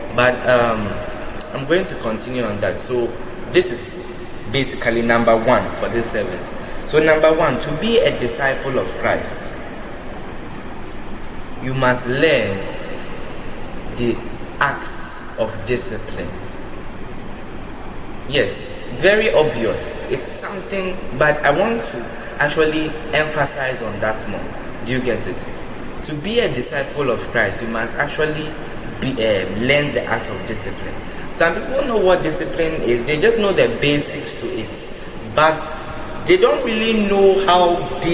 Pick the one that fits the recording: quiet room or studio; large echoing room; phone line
large echoing room